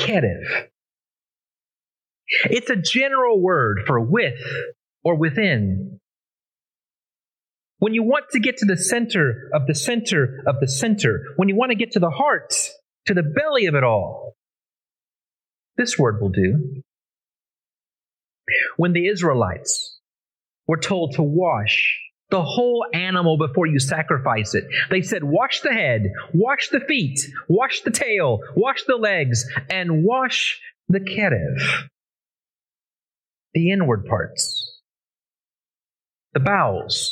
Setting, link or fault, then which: setting, large echoing room